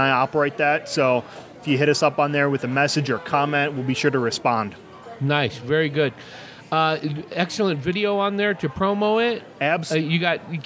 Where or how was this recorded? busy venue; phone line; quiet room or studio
busy venue